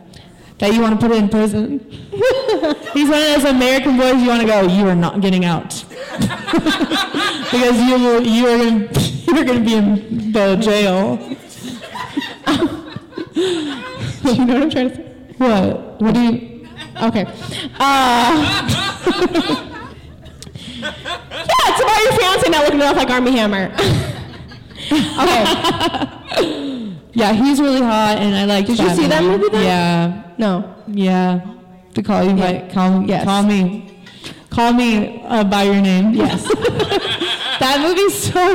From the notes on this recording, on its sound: The first ever crushes live show was recorded in January of 2020